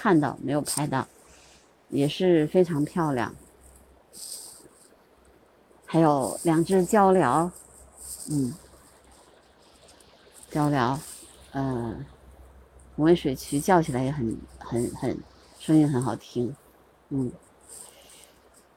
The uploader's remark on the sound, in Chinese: 我们在房山拒马河拍摄红翅旋壁雀的现场录音。群鸟齐聚拒马河。